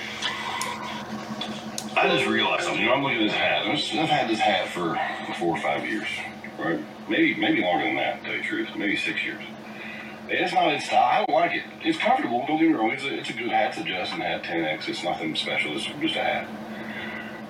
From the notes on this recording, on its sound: All amidst technical difficulties during the recording.